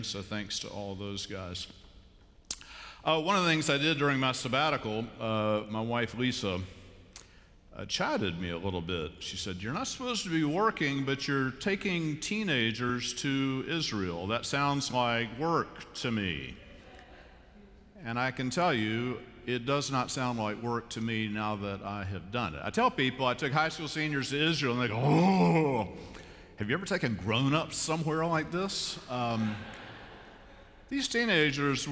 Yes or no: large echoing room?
yes